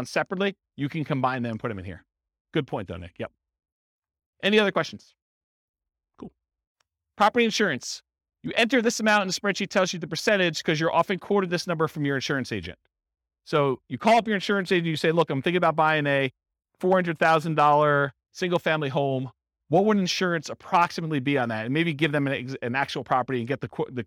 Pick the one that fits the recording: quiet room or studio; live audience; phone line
live audience